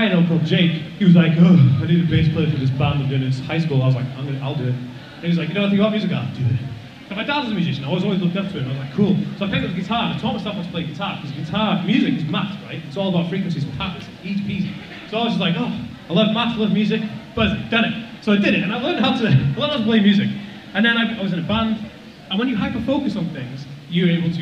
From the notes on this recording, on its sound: a live talk I did for the Autism Directory